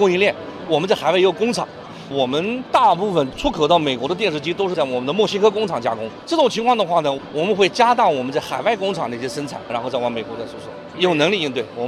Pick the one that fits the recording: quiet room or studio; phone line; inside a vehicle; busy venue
busy venue